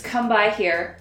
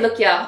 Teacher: they pronounce the word here as ya · Shown in: second take